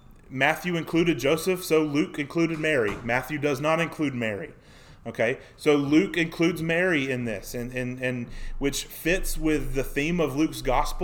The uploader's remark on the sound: Sermon preached on February 14, 2024 at the Youth House, a part of First Baptist Church, Waynesboro, GA.